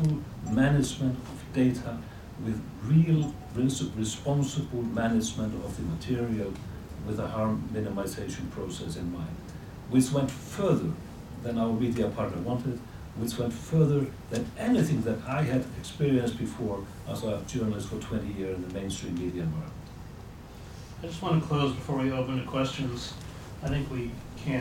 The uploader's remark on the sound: This is a panel I moderated on Monday evening. At The Frontline Club in London.